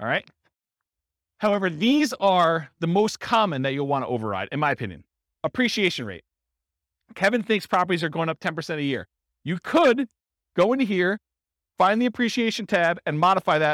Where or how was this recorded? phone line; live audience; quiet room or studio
live audience